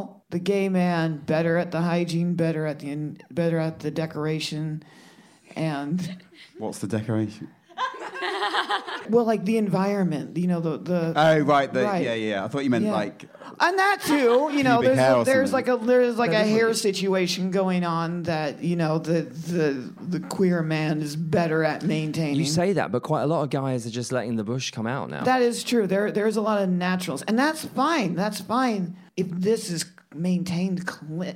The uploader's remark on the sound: Live in Edinburgh